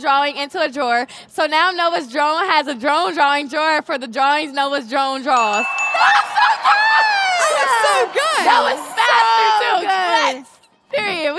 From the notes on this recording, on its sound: With a LIVE audience for this podcast episode. All with audience members playing along!